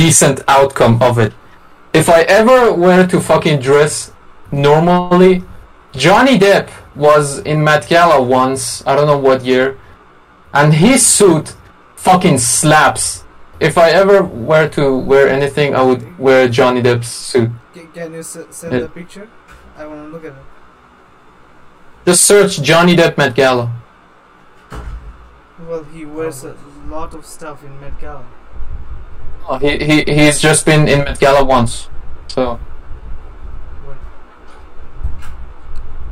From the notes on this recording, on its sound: Sorry for the bad audio quality. I fucked up when recording.